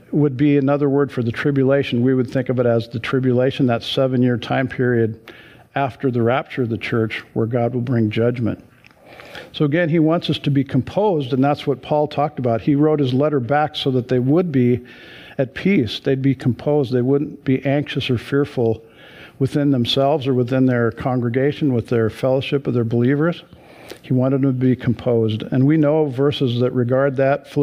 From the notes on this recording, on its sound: Sunday church service livestream